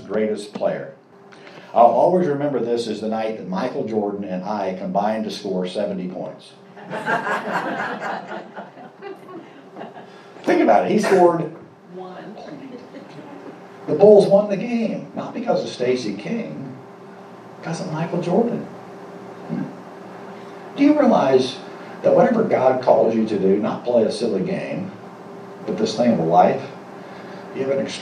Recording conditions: live audience